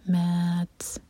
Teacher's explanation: طرح، اور یہاں رکیں گے تو تا کو ساکن کریں گے، تا پر ہمس کی جائے گی، یعنی کہ ہم نے سانس کو جاری رکھنا ہے